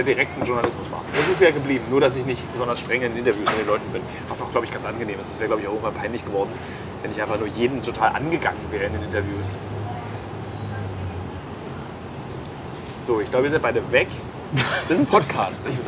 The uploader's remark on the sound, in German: live aus Skid Row, einem Slum in LA